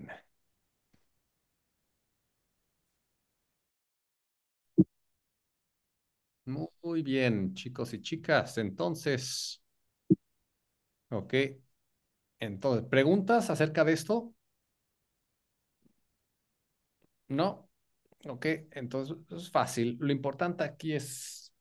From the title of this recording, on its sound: Group Class on Zoom